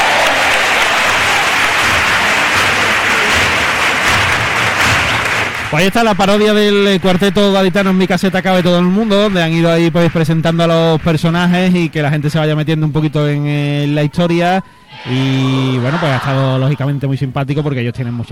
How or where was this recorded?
live audience